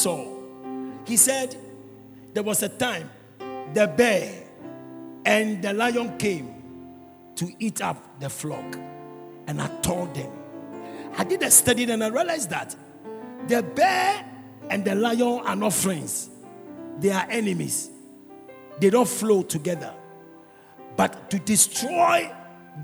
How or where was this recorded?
large echoing room